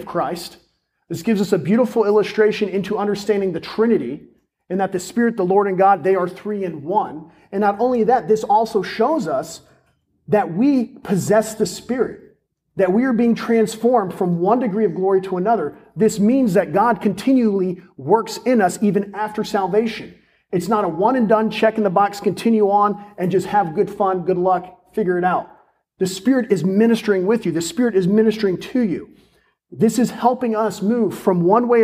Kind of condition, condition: setting, large echoing room